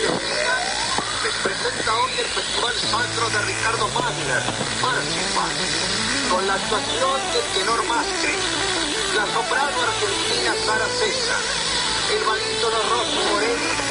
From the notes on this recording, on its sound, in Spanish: Aislamiento social ao vivo. Desde una azotea en algún punto de la ciudad. Desde una azotea en algún lugar de la ciudad de Montevideo.